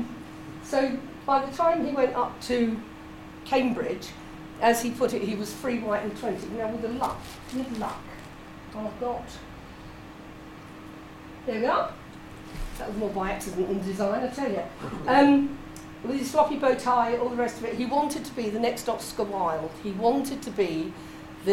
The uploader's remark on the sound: This is an excerpt of a recording of a talk. At the Faversham Speakers Moot. At The Limes Pub (formerly the Chimney Boy) in Faversham.